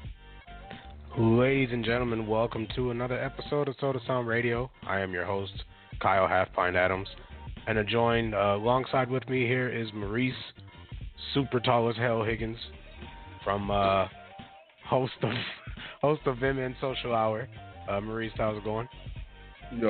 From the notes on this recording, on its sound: Will call in for a live interview. 5 mics.